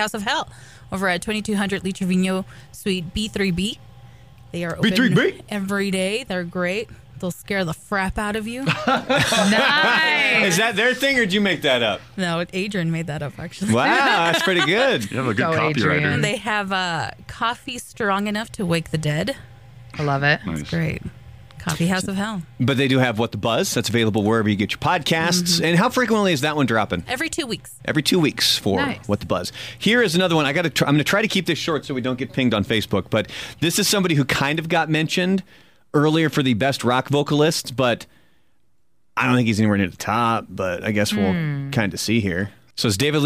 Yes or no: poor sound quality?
no